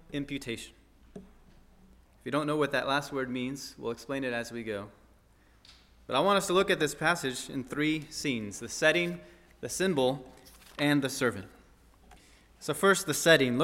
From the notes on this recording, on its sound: at First Baptist Church in Delphi, Indiana